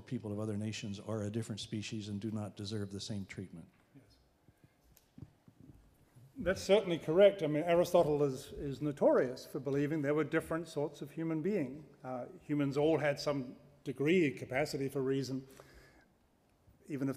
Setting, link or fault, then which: setting, large echoing room